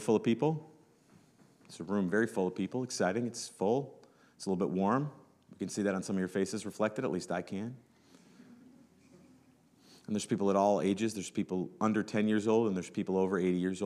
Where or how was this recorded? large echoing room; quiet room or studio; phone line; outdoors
large echoing room